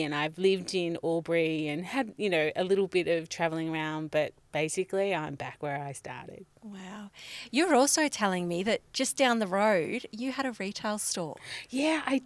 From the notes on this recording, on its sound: Recorded in the podcast van on the foreshore of Lake Mulwala.